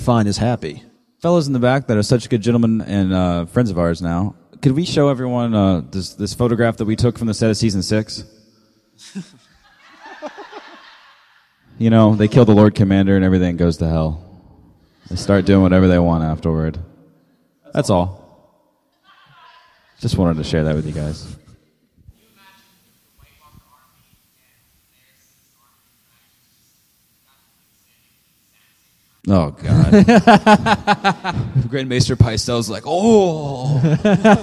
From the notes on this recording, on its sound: Live from GeekyCon 2015 in Orlando. Guided by listeners in the audience.